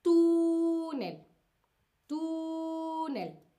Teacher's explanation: La última eh, sílaba de esta palabra sería nel y la penúltima sería tú, ¿no? Entonces la palabra túnel es una palabra grave porque tiene el acento prosódico en la penúltima sílaba